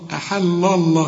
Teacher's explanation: لام لفظ الجلالة هنا المفخم، لكن اللام الأولى مرققة